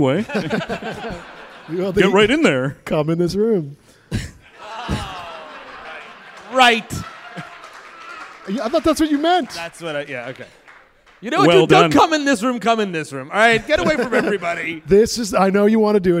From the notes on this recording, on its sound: Recorded live at the Abrons Art Center on the Lower East Side of Manhattan— Part of the 2018 NYC Podfest.